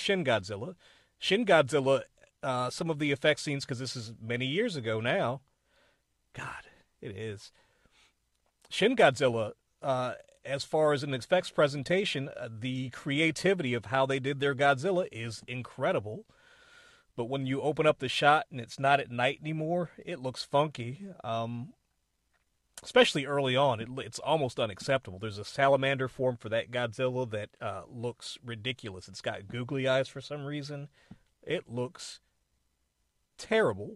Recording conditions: inside a vehicle